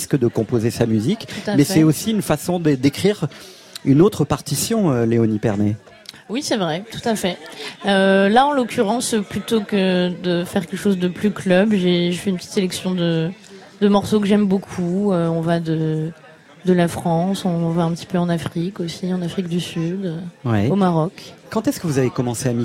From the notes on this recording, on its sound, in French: Dj set en direct du Belair, le bar de la maison de la radio.